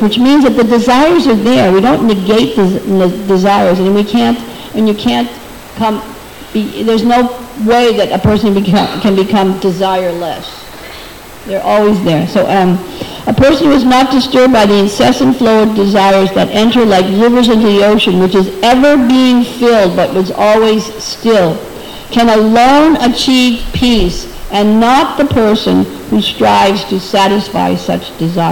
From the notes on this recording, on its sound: at the Hare Krishna Temple in Alachua, Florida